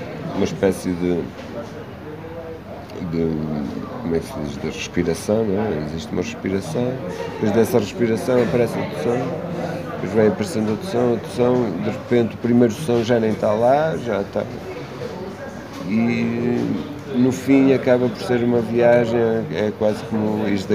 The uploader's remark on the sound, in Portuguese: Após o concerto na "Matinoise" em Braga, organizado pela "Cantigas do Poço". Entrevista gravada na "Matinoise" das Cantigas do Poço no Rockstar pub, em Braga.